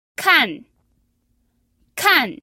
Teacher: Ese es el cuarto tono o el tono descendente